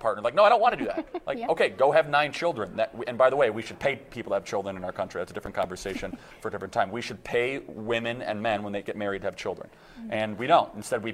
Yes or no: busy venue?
yes